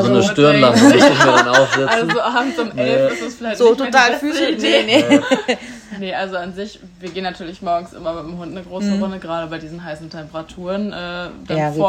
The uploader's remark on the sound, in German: Alle Hintergrundgeräusche sind live von der Minigolfanlage und von den Servicekräften, denn wir haben natürlich live im Wintergarten des Reataurants aufgenommen.